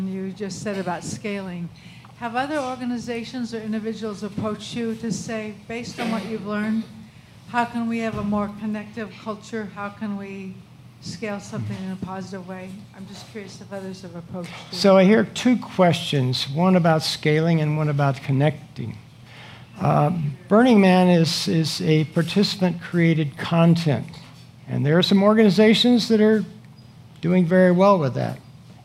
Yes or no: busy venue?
yes